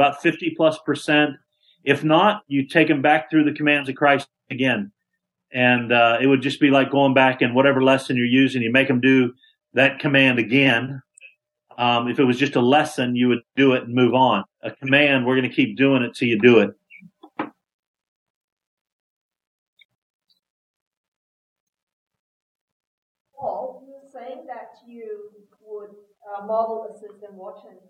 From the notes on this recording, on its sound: Update he gave via Skype to the NoPlaceLeft conference in Sydney.